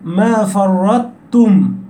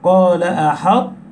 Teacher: تأتي بصفة الإطباق في الطاء وتنزل على تاء مشددة · نقل أهل الأداء أن صفة الإطباق ستبقى ظاهرة حتى مع الإضغام